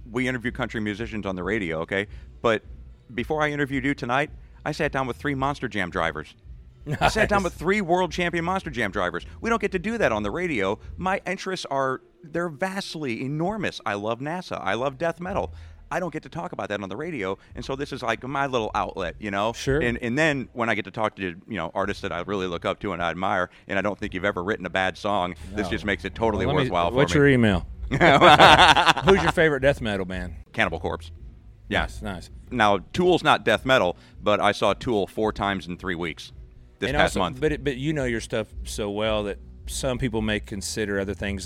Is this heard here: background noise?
no